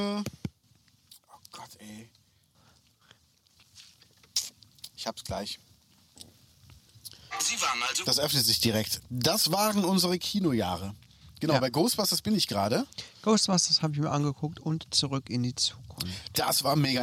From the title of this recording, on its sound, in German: Outdoor Spezial